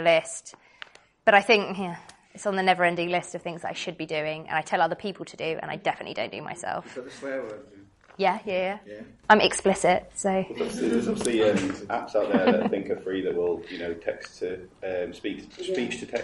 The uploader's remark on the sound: Episode I recorded live from Traverse 18 in Rotterdam.